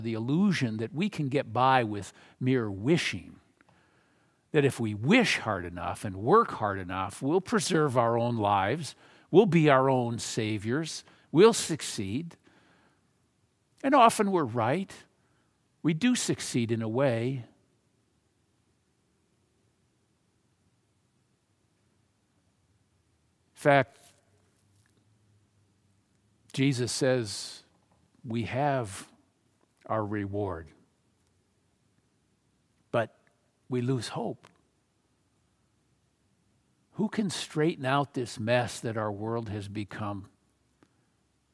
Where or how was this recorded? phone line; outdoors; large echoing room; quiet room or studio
large echoing room